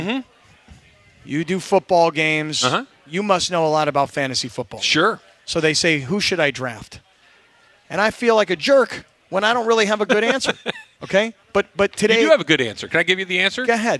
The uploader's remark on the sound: Live from Hollywood Park Casino!